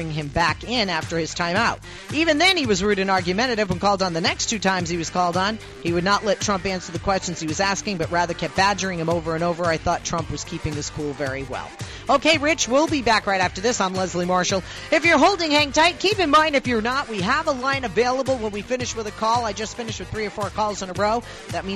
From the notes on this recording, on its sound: I am joined by callers